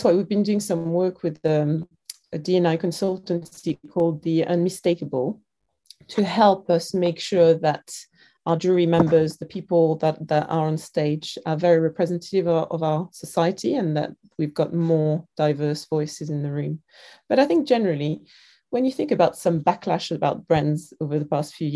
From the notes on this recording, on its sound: Sit down (virtually).